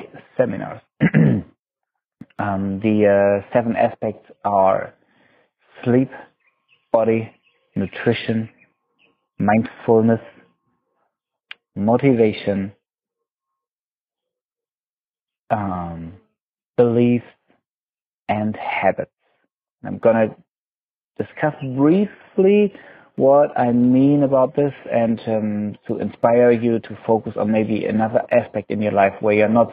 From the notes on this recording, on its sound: Sitting on a rooftop in Marrakesh I recorded this episode